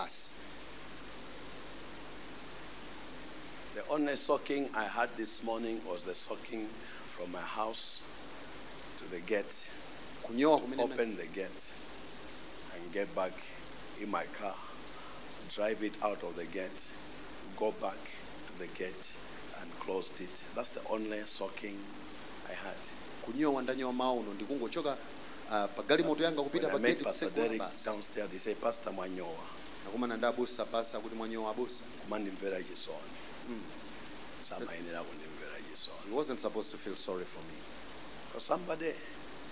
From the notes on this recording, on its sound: Preached at the Encounter Service at Word Alive Blantyre City Church on 12th March 2023